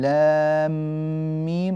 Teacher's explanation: نجد أنها مكونة من لام مفتوحة، ألف مدية، ميم ساكنة · Term: مد لازم